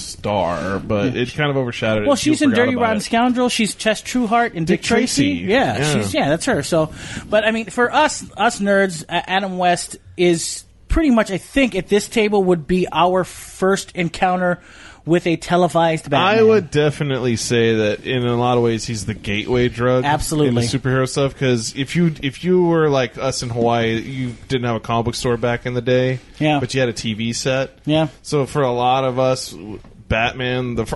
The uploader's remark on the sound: All recorded live at Maui Comics & Collectibles.